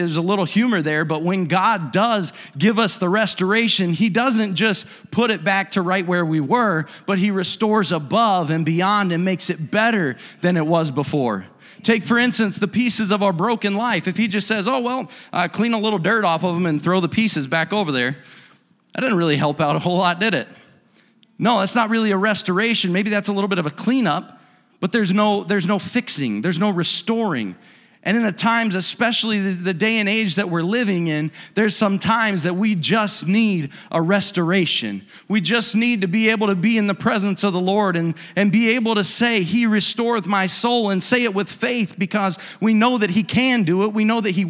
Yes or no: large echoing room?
yes